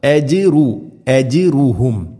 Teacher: അജ് ജീമിന് സുക്കൂൻ ഖൽഖല ചെയ്യണം, അതുപോലെ റാഇന് ദമ്മാണ്.